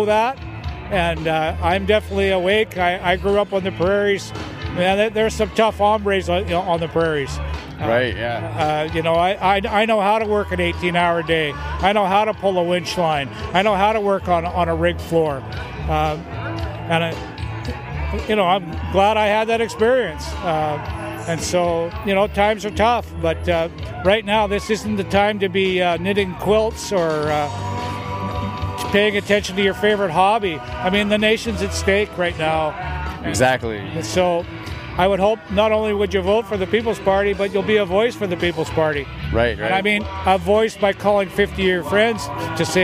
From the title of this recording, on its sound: at the Sept.1 Rally